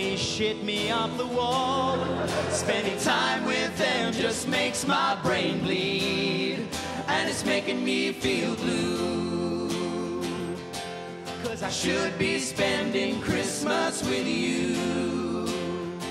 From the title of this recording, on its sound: 2000 Melbourne International Comedy Festival Gala